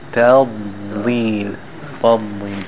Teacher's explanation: Ta is in the front, thin, then you have to jump to the back and make it thick.